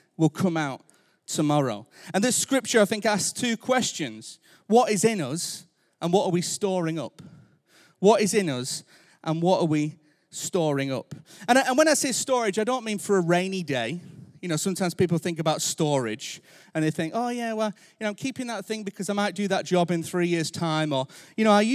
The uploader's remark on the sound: Recorded Live at Life Church Lancashire